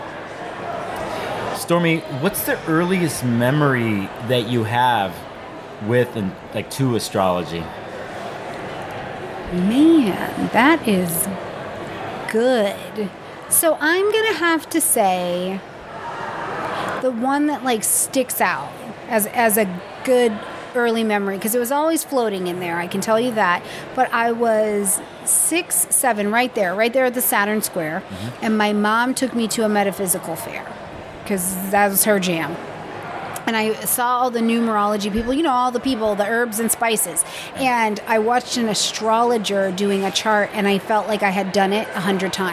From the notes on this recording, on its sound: This was recorded at the 2023 Northwest Astrological Conference.